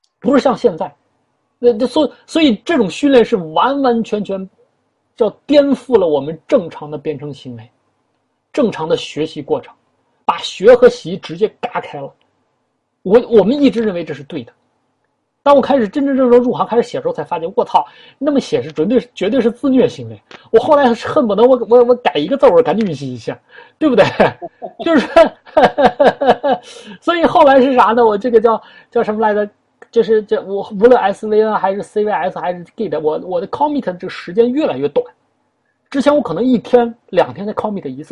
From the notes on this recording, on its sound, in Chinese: 首次线上活动, 用 zoom 会议室组织自在的主题讨论。